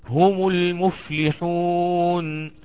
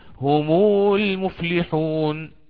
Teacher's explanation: إن كانت ميم الجمع سابقة لهمزة الوصل وهو الحرف الساكن حينها يضمها من غير صلة · Shown in: first take · فيقول هم المفلحون، ولا يقول هم المفلحون فلا يمدها كما قلنا.